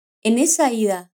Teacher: Solemos unir las consonantes finales a las vocales iniciales, es decir, la N de en se une a la E de esa y hablamos en esa como una sola palabra